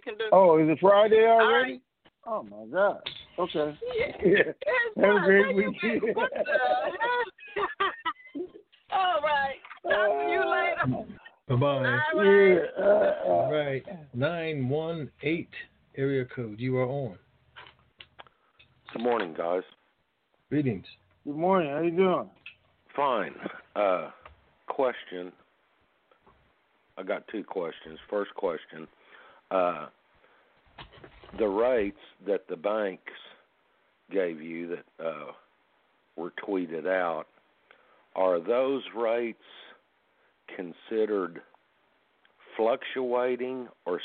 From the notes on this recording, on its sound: TNTSuperfantastic Conference Call